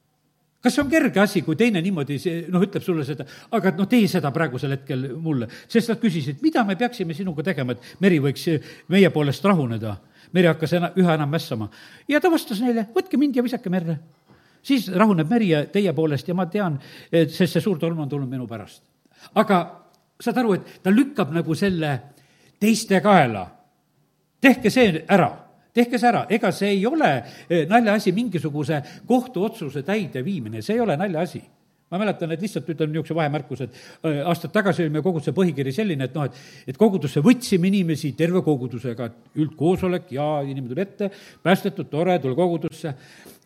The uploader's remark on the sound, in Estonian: Audio salvestus koosolekult